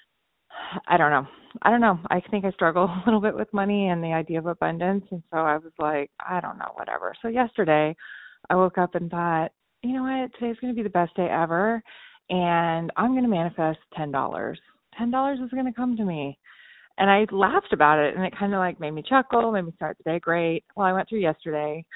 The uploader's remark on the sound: Those people in our community who called into the podcast hotline to tell me, to tell us, about their experience with the Ten Dollar Challenge.